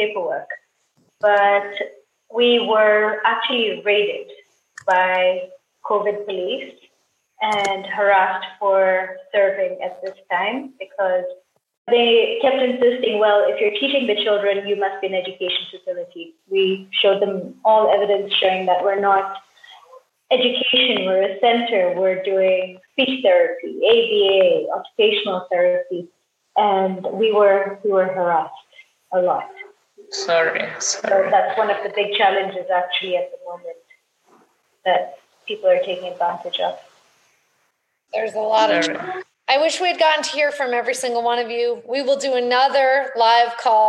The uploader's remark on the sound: Throughout this time, we’ve continued to meet with our partners every month over large Zoom calls. As one could expect from a live call with 13 participants from 13 different locations across the world, we had some sound issues, but we have done our best to correct them for this podcast.